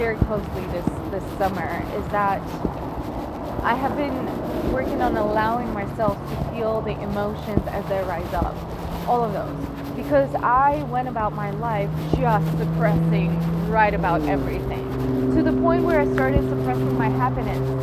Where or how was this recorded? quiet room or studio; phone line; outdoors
outdoors